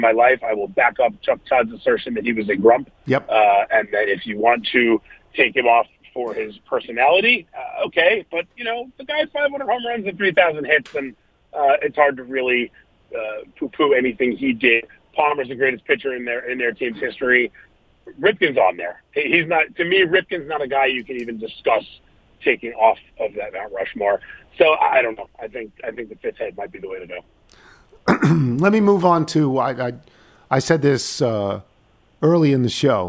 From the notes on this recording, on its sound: phones in from Rome